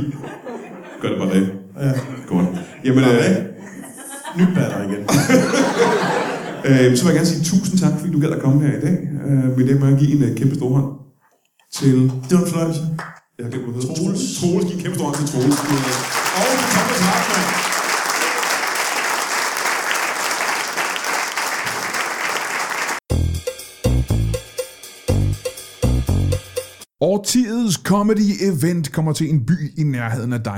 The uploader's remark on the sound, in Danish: LIVE fra Vejle